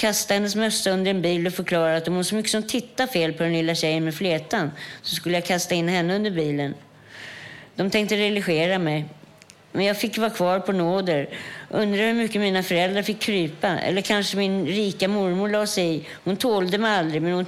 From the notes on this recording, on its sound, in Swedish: Lyssna på en inspelad föreläsning. Inspelningen av en workshop vi gjorde på Fountain House tidigare i våras där alla som ville kunde vara med och lära sig producera radio.